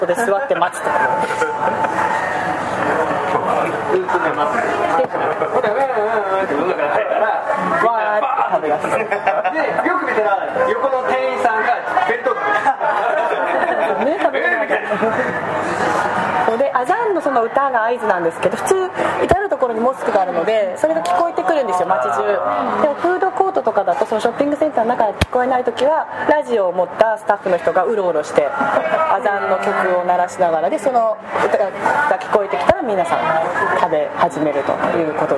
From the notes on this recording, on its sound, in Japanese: 飲食店での収録のため雑音が多くなっております。